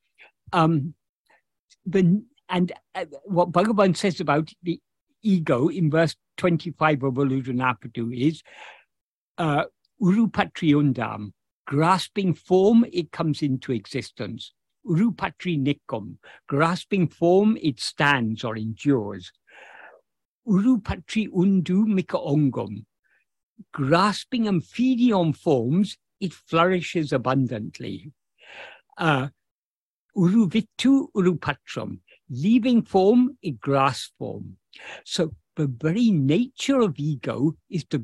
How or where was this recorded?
video call